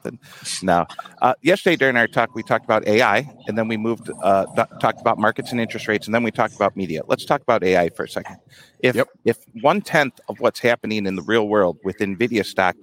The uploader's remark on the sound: Live from Commodity Classic